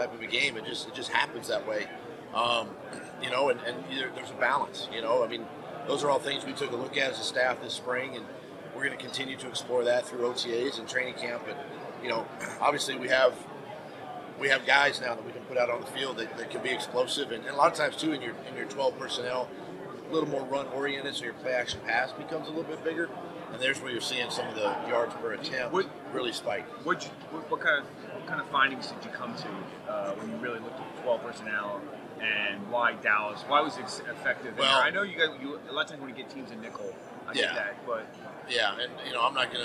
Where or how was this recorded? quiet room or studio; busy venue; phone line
busy venue